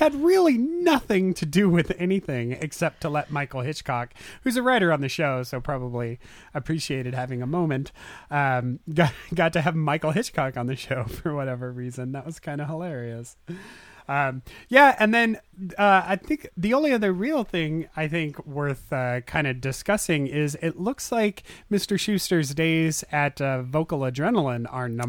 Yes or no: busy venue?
no